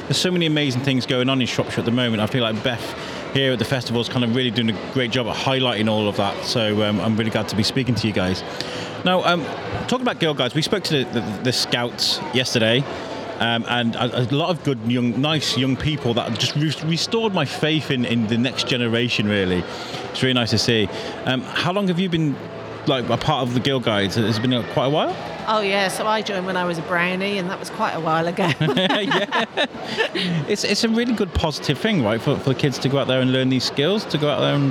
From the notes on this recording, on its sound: Here is the second part of our coverage of Shropshire Kids Festival 2022 at The International Centre in Telford.